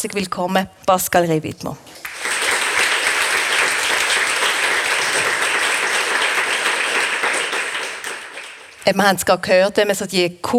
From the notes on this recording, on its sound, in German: In dieser Live-Episode.